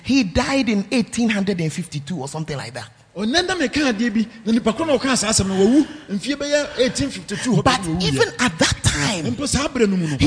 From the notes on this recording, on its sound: preached at Art of Leadership Conference, Nkoranza